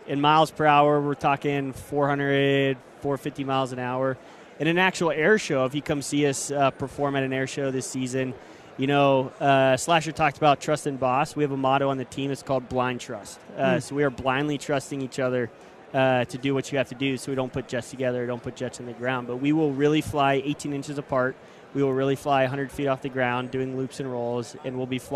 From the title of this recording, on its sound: live from Super Bowl Radio Row